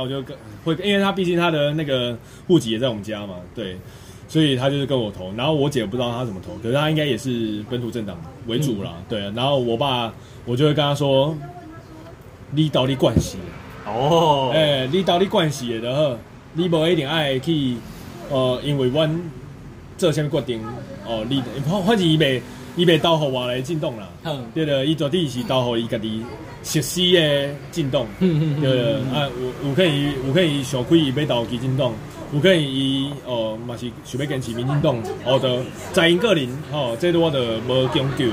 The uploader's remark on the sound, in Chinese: 錄音地點：牽咖啡 Chen Coffee